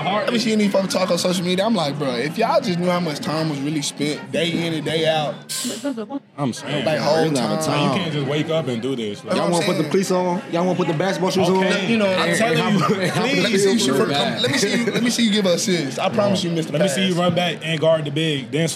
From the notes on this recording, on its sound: Recorded at Eskimo Joe's on Monday, November 27, 2023.